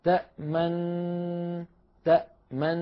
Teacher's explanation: بعد أن ننطق النون الأولى مباشرة نضم الشفتين تأمن تأمن، ويبقى هذا الشكل الشفتين مضمومتين مستمرا إلى أن يبدأ نطق نا. · Term: الإشمام